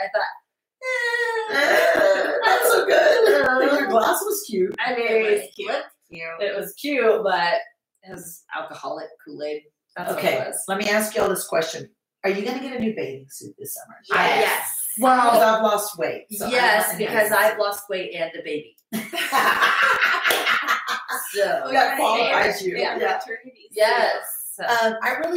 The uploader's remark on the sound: Unfortunately, we experienced some technical difficulties with our sound in this episode.